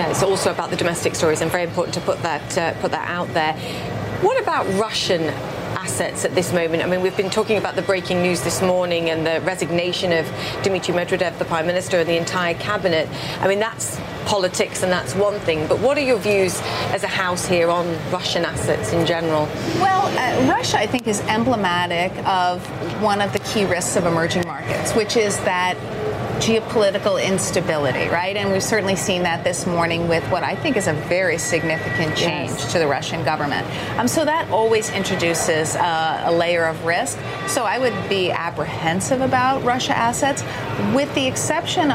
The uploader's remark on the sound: live from the New York Stock Exchange